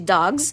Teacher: Quando o som que precede é vozeado, como, por exemplo, um G de dogs, o S vai ter som de Z.